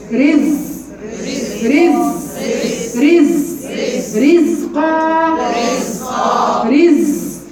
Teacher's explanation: شوفوا الزنة بس مفيش هوا